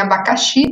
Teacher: Em abacaxi, a sílaba tônica é xi.